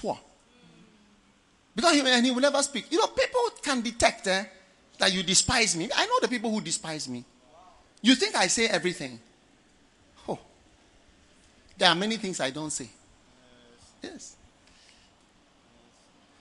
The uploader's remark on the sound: Preached at The Experience Service, Accra.